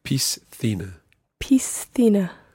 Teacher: You pronounce the S as part of the syllable pis, and then the next C is pronounced as a TH. So, thina. Piscina.